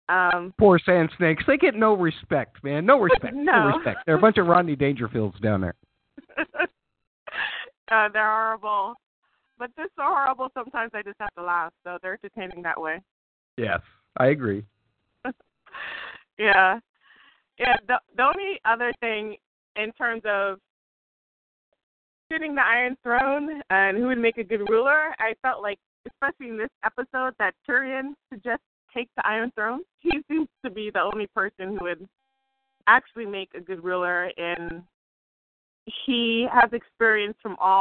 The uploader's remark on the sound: Fan Call In Show